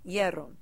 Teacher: we want to slide the I and the E into one vowel sound · Term: diphthong